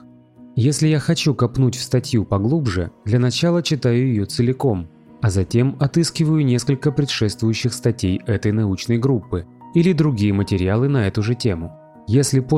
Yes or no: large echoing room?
no